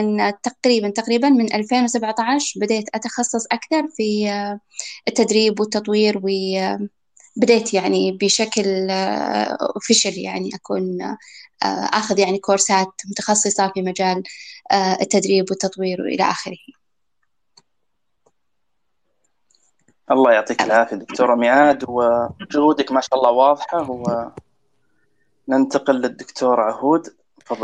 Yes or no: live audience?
no